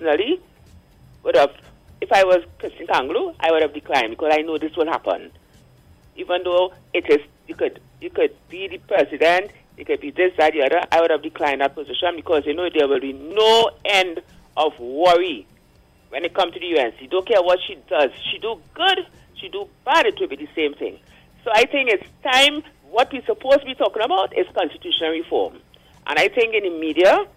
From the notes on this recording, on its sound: During this hour we take calls from our audience